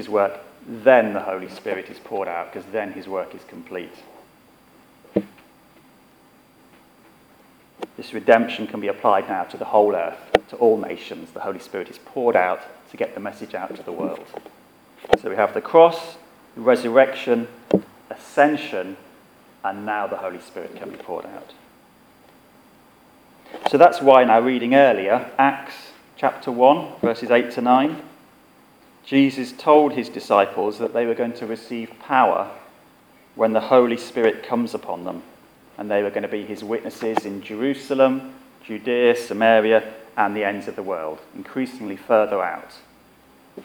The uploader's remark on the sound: Our sermon from the 9am service on Sunday 28 th May 2017